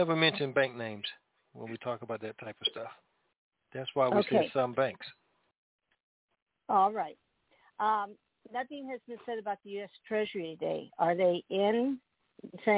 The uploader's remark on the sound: TNTSuperfantastic Conference Call